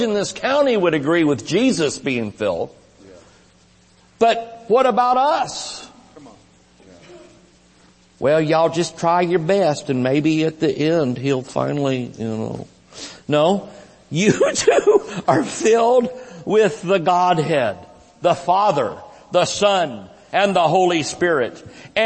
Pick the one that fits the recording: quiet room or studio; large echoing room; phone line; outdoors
large echoing room